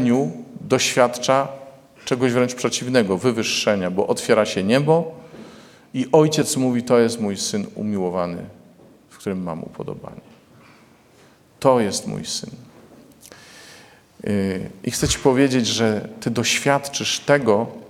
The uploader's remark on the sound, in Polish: Posłuchajcie Liturgii Słowa z Błotnicy, nagranej w Niedzielę Chrztu Pańskiego!